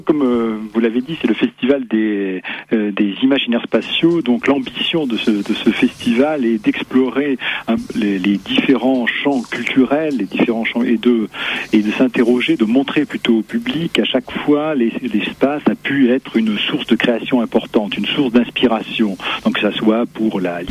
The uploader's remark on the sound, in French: par téléphone